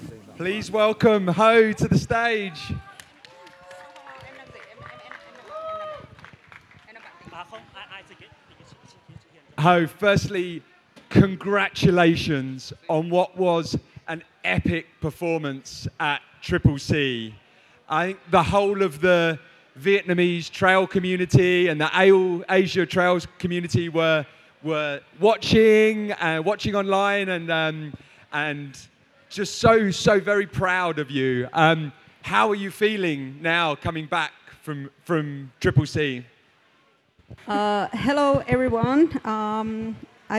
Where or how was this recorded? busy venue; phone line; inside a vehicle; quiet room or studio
busy venue